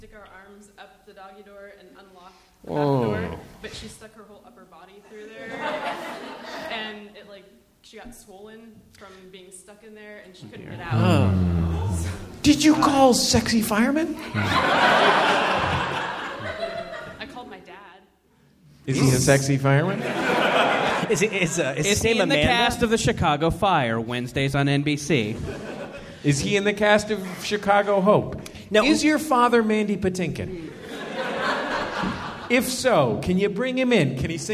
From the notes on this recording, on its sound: Recorded live at the San Francisco Comedy and Burrito festival.